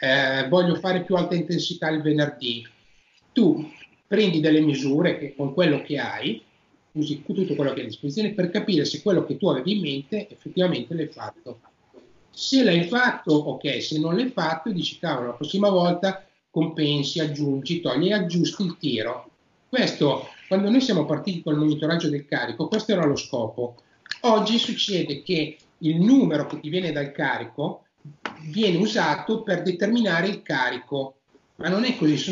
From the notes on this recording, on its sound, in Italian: Qualche leggero errore di registrazione durante la Skype call. Per questo motivo abbiamo eliminato le parti che non si sentivano in modo perfetto dalla traccia audio e video del podcast.